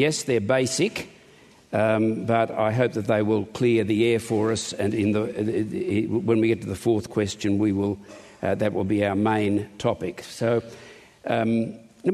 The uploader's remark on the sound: In this conference session